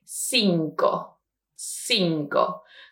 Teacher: when we have a CI, also is going to be like an S sound